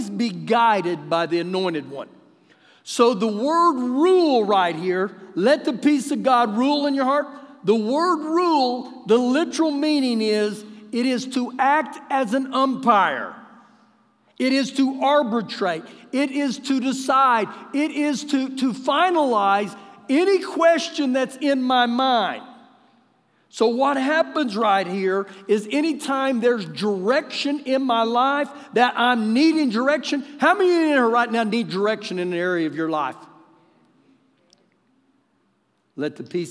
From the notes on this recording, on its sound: Recorded live during our Wednesday night service